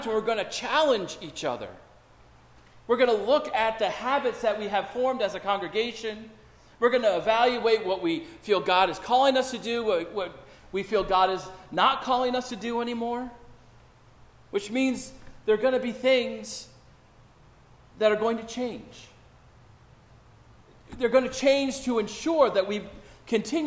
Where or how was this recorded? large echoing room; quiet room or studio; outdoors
large echoing room